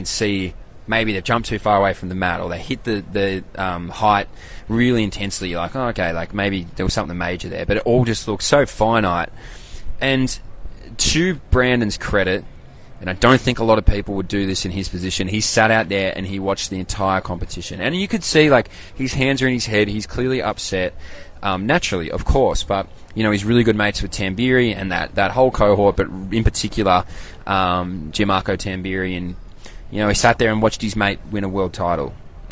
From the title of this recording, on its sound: LIVE FROM THE WORLD CHAMPS